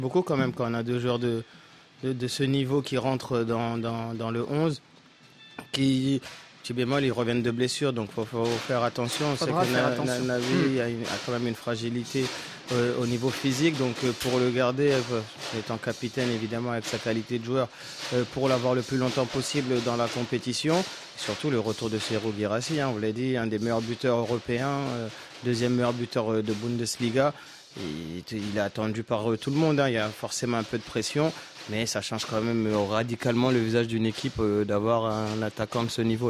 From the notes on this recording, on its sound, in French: en direct du Stade Bouaké